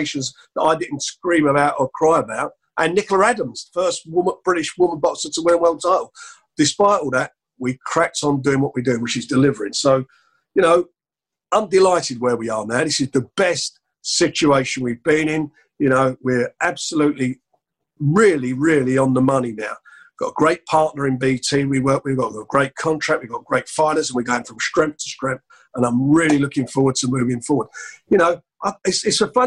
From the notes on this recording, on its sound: On Zoom